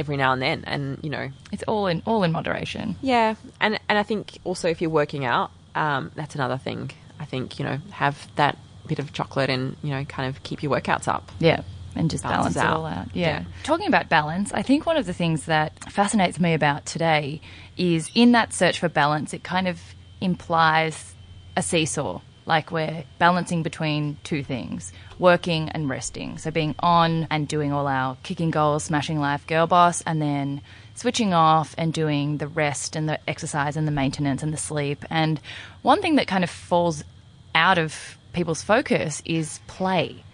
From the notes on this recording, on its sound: Since the sun was shining on this beautiful day we recorded outside so the birds provide some beautiful ambiance but you’ll have to excuse an airplane or two!